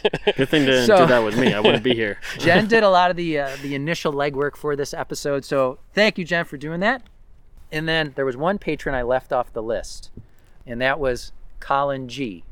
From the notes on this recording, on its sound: The episode was recorded on December 7, 2023 at Hunters Creek County Park in East Aurora, NY.